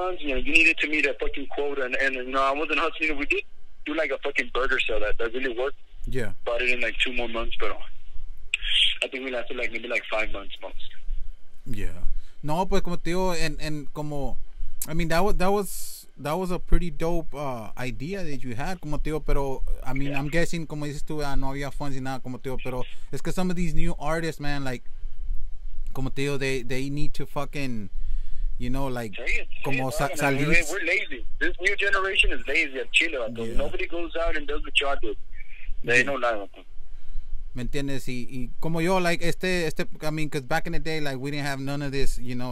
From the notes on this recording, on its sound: Phone interview.